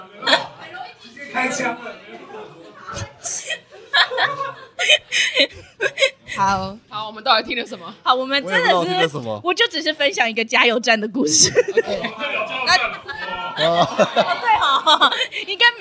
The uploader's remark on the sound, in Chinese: 這次的 Live Podcast 活動非常感謝咖哩逗陣贊助場地